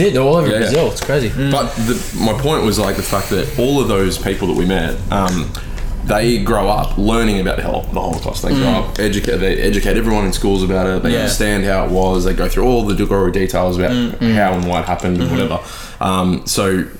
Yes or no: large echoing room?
no